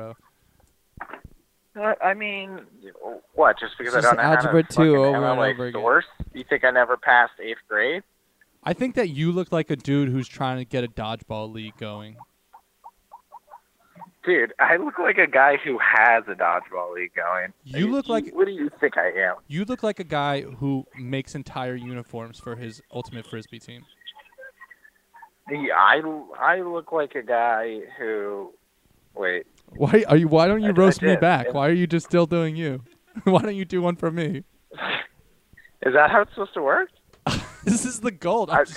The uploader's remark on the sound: No one has ever stayed on the phone so long without hanging up on us